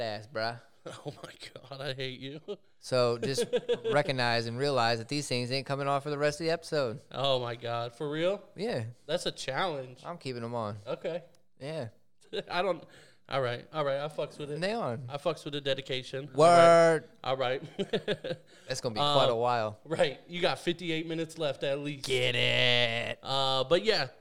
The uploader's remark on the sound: We take all of our equipment to the garage and record the episode from there! While also trying to talk to random people walking by...